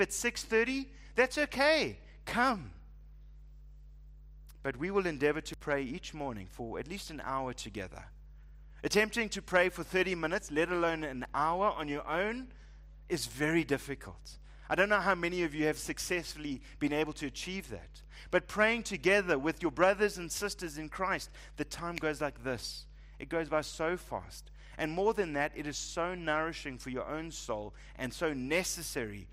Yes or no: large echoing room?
yes